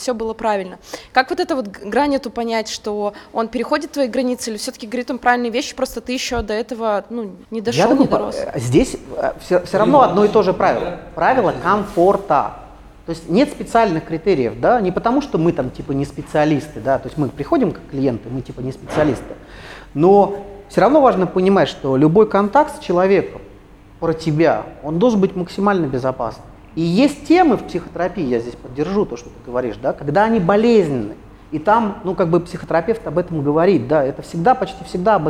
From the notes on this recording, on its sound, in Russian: Свершилось — записали первый публичный подкаст